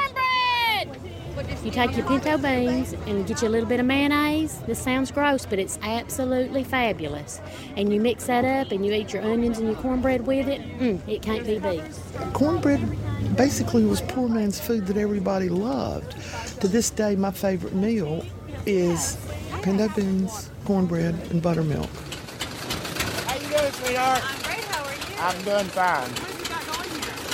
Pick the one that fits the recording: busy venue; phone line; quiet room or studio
busy venue